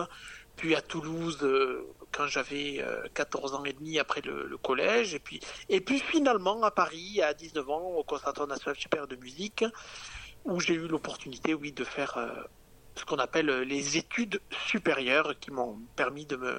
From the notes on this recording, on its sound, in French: Entretien téléphonique. Vous pourrez entendre durant ce podcast des extraits musicaux.